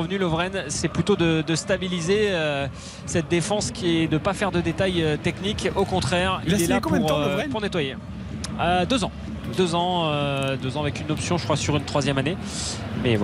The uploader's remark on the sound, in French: Pour trois heures de direct. En direct du Groupama Stadium.